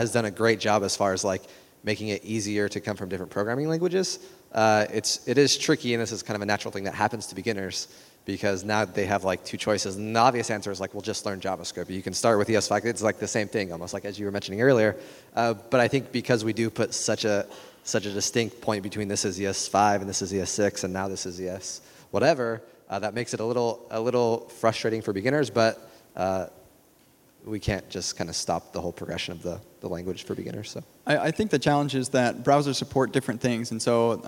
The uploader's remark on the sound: This show live at ForwardJS. This show live at ForwardJS.